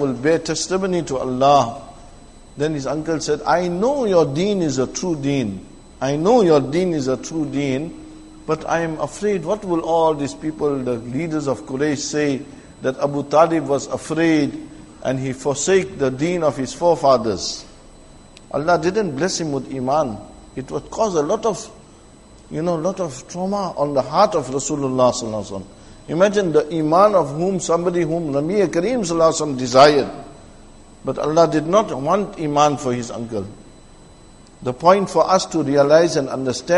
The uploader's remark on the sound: Jumuah lecture at Masjid e Tazkiyah